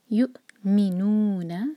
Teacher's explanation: اس کو ہم آرام سے پڑھ سکتے ہیں، یا کو حمزہ سے جوڑیں گے، واؤ کے اوپر حمزہ ہے تو واؤ کینسل ہو گیا، حمزہ پر کٹ آف ساؤنڈ